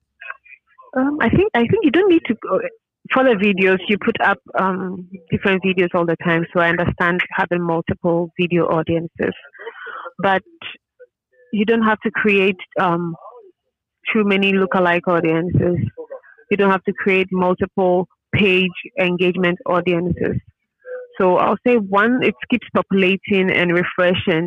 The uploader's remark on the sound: Phone call with Facebook Ads Representative